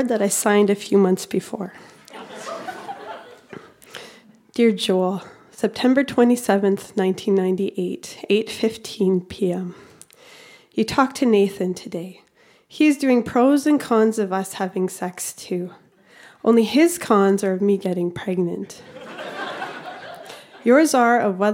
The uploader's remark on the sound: Recorded live at The Refinery in Saskatoon, SK.